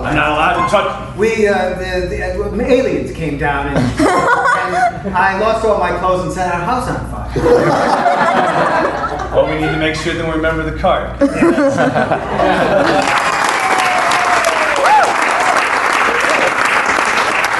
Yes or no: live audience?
yes